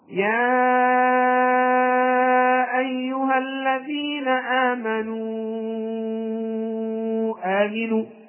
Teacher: ومن الممكن أن تسميه إشباعا وهو أن تعطي المد المنفصل خمسة حركات. عندما أقول مثلا يا أيها الذين آمنوا آمنوا بالله ورسوله هكذا، فعندنا في كلمة يا أيها وكلمة آمنوا آمنوا هنا مدان منفصلان لمجيء الحرف المد في كلمة والهمزة في كلمة أخرى.